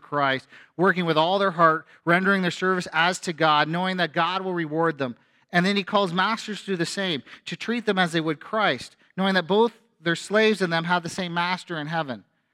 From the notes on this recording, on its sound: A sermon from FBC Church in Cobourg,